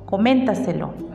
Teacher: su sílaba tónica es la anterior a la antepenúltima. · Term: sobre esdrújulas